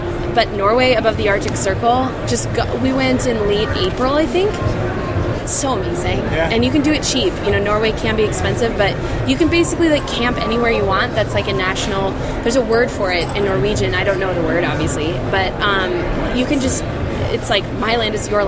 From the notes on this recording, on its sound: the Athlete On Fire show live from OR in Salt Lake City